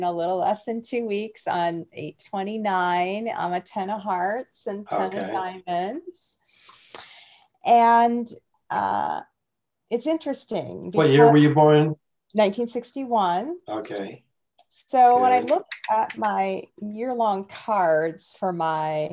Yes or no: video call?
yes